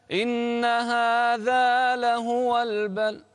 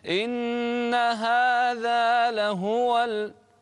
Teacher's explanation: إذا أردت أن تعلو بنبرة الصوت فلا تعلو في الذال في كلمة هذا، لأنها تصبح كأنها مثنى · Shown in: second take · Term: قفزة نغمية